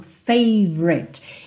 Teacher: Esse O do favorite não é muito pronunciado, tá? Então, você meio que passa direto, favorite, favorite song.